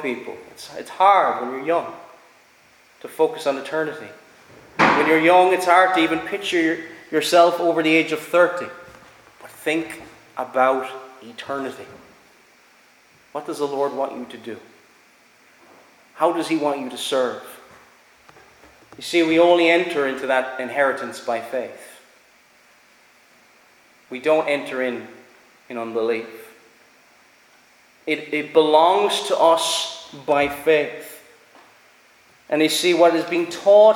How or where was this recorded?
large echoing room